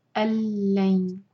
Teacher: یہ ادغام بغیر غنہ کا. ادغام مطلب مرج کرنا، لیکن غنہ نہیں ہوگا یہاں پر، ناک میں آواز بالکل نہیں جائے گی